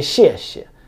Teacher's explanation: if you repeat something, the second one is always this neutral tone. It doesn't have a tone.